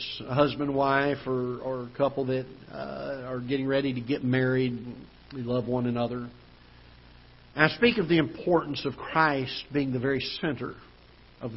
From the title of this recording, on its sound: Ketha Heights Baptist Church ~ Live Broadcast